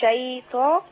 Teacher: بص حضرتك ما فيهاش أقول شيطا لأن الطاء عندي هنا مفخمة تفخيم عالي لأنها مفتوحة